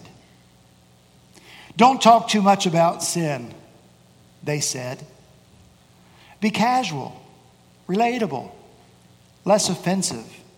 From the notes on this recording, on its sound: At Redeemer Presbyterian Church in Charleston, SC.